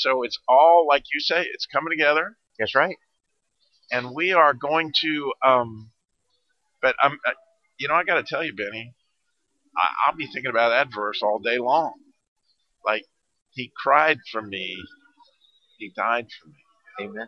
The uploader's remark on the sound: NRB Interview from the Expo Floor NRB 2021.